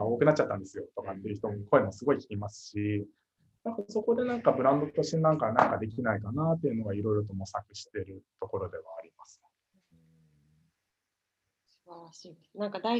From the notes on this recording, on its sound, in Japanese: Zoom を使用して収録されました。